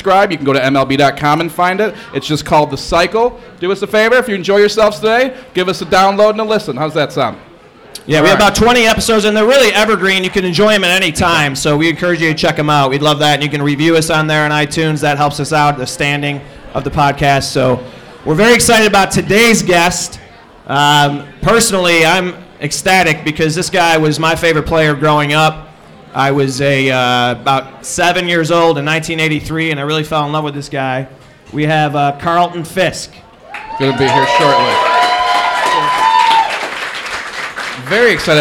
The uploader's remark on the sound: live at the ChiSox Bar and Grille